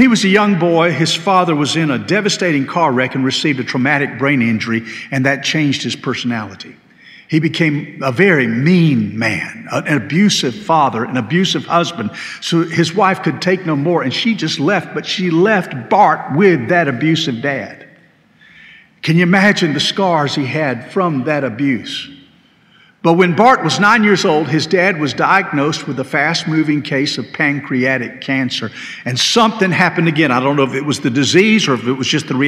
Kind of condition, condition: setting, large echoing room